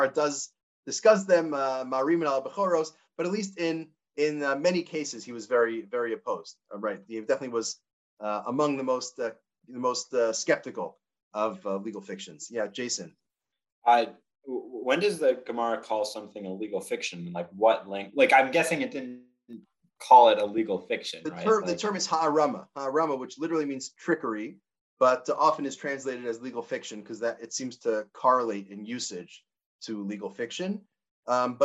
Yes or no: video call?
yes